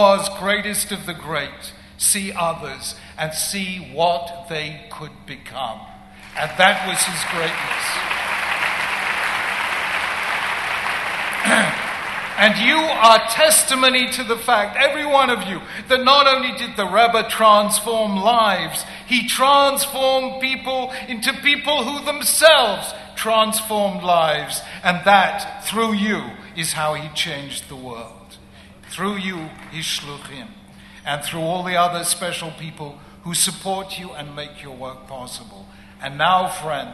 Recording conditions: live audience